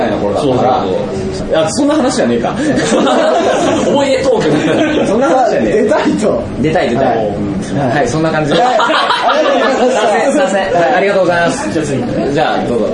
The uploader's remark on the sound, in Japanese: ポッドキャスト1周年を記念して開催された公開録音第2部